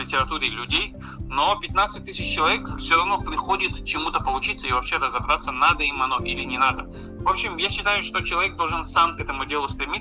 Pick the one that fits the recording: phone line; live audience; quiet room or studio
phone line